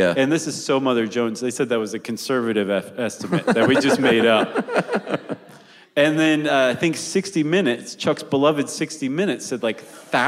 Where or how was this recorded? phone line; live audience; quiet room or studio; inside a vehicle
live audience